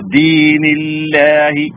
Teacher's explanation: ഈ ജലാലത്തിന്റെ നാമം ഈ മഹത്തായ നാമത്തെ നമ്മളിവിടെ തർത്തീക്കാക്കിയിട്ടാണ് ഈ ലാം ഉച്ചരിക്കുന്നത് ഈ അള്ളാഹ് എന്ന പദത്തിലെ ലാമിനെ തർത്തീക്കാക്കി ലോലമാക്കി ഉച്ചരിക്കുന്നു കാരണം അള്ളാഹ് എന്ന കലിമത്ത് അല്ലെങ്കിൽ ഈ ഇസ്മ ഈ മഹത്തായ നാമം കസറിന്